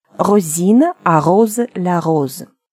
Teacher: Буква S между гласными. Звук Z.